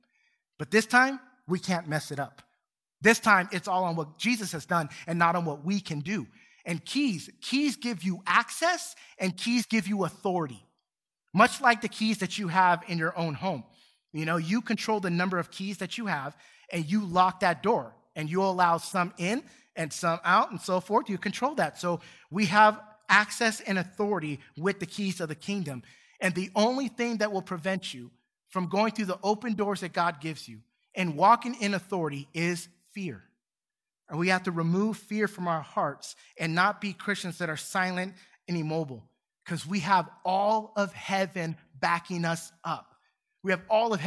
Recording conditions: large echoing room